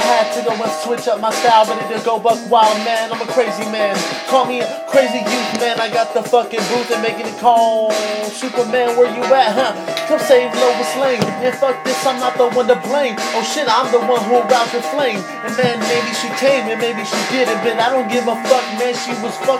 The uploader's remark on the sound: Recorded live from iPhone